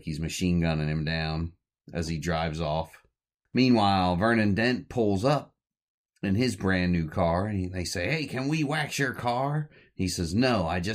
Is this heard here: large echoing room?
no